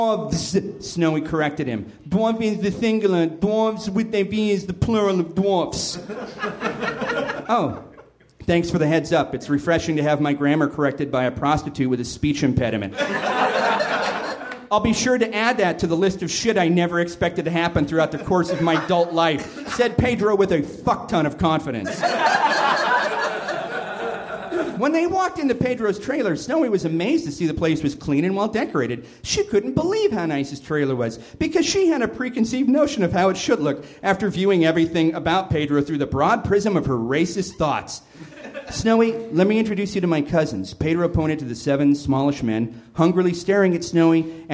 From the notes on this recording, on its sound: Recorded August 20, 2013 at the nerdmelt theater in LA.